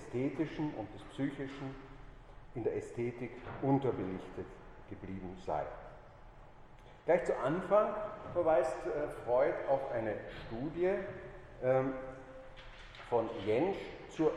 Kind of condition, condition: setting, large echoing room